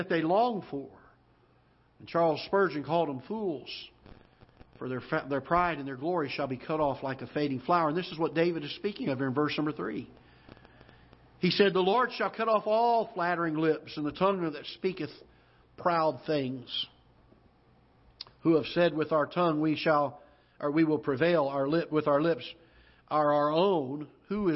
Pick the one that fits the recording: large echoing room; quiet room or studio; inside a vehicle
large echoing room